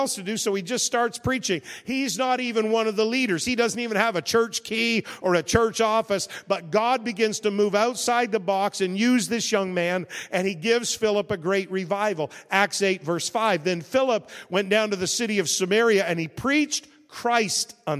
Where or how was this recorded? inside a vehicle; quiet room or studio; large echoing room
large echoing room